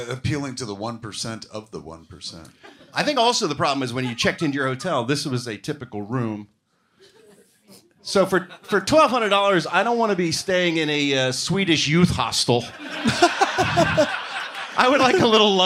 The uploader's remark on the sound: perform live at Flappers Comedy Club in Burbank, CA on May 20, 2023.